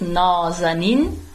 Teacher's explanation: Und mein Vorname, wenn es richtig ausgesprochen wird, heißt Nazanin, also auch mit dieser Betonung auf dem letzten, auf der letzten Silbe